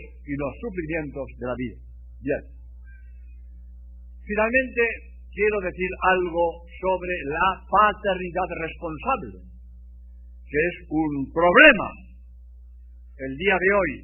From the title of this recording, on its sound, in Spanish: Conferencia pronunciada en el CONVENTION CENTER de LOS ÁNGELES. California. EE.UU